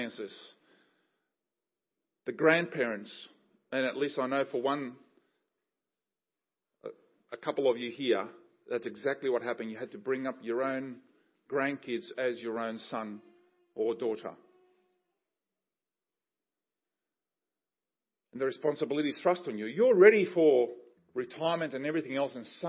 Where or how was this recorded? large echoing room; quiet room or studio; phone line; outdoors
large echoing room